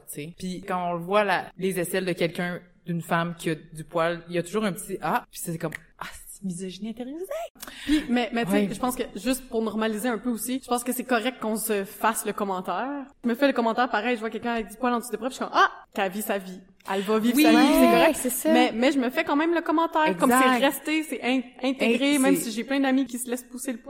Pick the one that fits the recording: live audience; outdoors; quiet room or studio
live audience